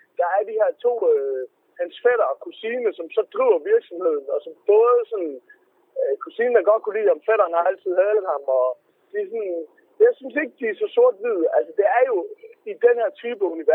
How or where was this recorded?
inside a vehicle